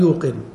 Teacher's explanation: وقعت الياء بعد ضمة يوي، فقلبوا الياء واوا لمناسبة الضمة